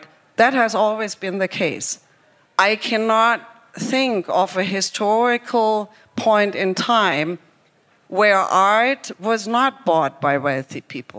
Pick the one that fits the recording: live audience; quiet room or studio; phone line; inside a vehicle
live audience